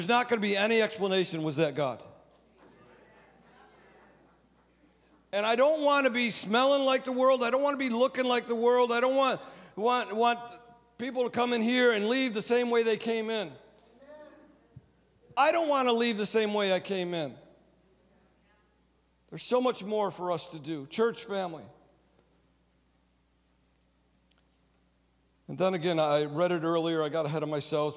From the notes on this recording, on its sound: Sunday Service Recording